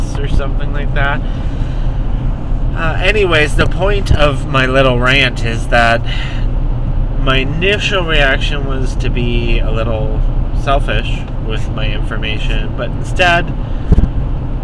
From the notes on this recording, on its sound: Just a small compilation of nerdy musings, thoughts, rants and other things I collect on my voice recorder in my car while I'm commuting.